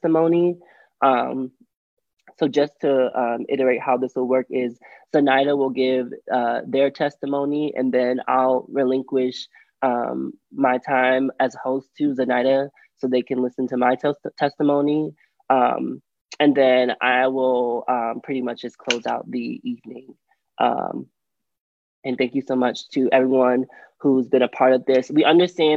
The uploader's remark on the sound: We will hear from members of the trans and the non-binary community at the City of Boston virtual Trans and Non-binary Town Hall. This town hall collected written and oral testimony specifically from trans, nonbinary, genderqueer, and gender-expansive individuals currently living in the Greater Boston area.